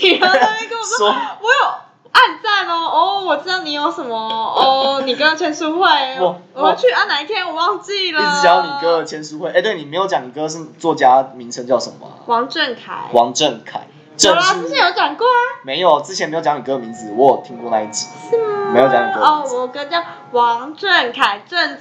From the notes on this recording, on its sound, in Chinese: 因為錄音地點附近是校園所以會有鐘聲XDD還請大家多多見諒ㅠㅠ。